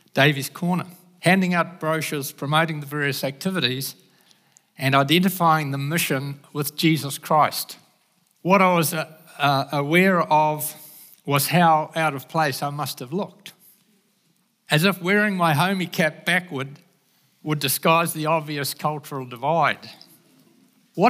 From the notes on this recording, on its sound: Recorded at the Hukanui Bible Church morning service on Sunday the 26th of March 2023 during the 10:00 am service.